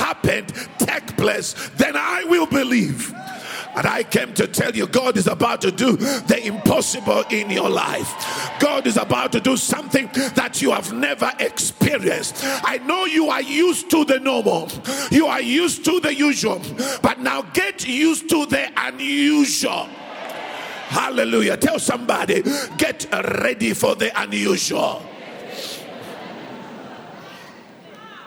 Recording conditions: large echoing room